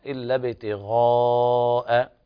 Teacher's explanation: الغين حكمها التفخيم من الدرجة الأولى